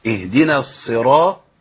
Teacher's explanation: الصاد مفخمه الراء مفخمه الطاء بعديها مفخمه